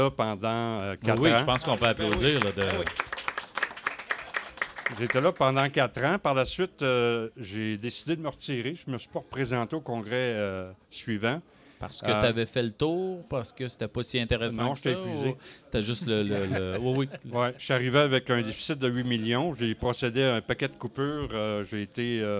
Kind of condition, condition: setting, live audience